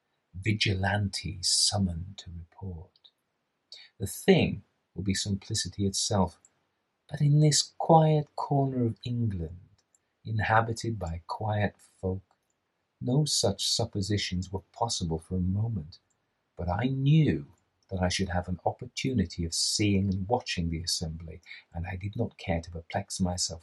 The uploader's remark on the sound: This is the audio extracted from the edited version of my live reading of the Shining Pyramid by Arthur Machen. All the audio is there (some of the live cut out). There are two microphones in this: the streamed version which is compressed and a little fuzzy and the camera microphone which is tinny.